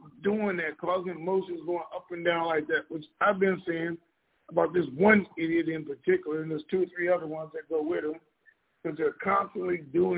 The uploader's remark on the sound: TNTSuperfantastic Conference Call